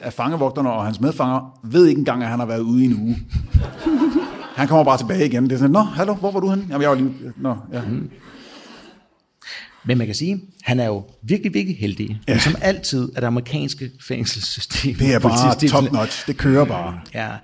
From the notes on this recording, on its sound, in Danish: Afsnittet er optaget live på Hotel Cecil den 1.